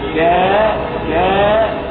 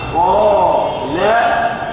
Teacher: الألف مرقق لأنها سبقت بحرف مرقق وهو الكاف · Shown in: first take · فإذا سبقت الألف بحرف مستعل مفخم فإن الألف تفخم، وإذا سبقت بحرف مرقق مستفل فإن الألف ترقق.